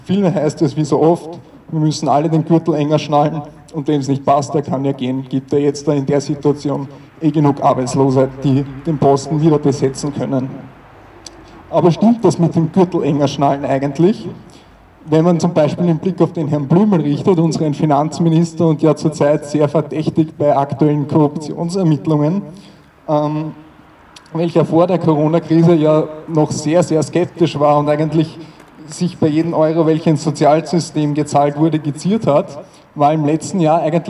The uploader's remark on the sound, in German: O-Ton] Februargedenken am 20. 2. 2021 vor dem Goethehof in Wien-Kaisermühlen